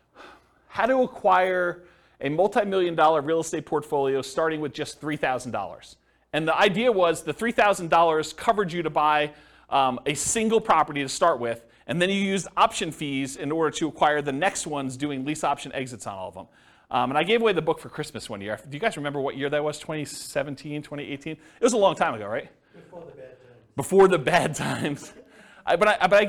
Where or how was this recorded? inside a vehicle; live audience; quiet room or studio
live audience